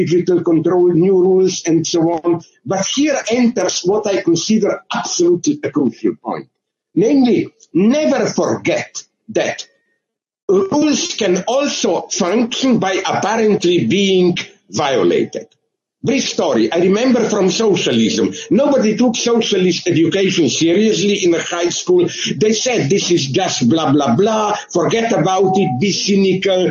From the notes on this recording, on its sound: The internationally renowned London Critical Theory Summer School. This is a recording of a Zoom.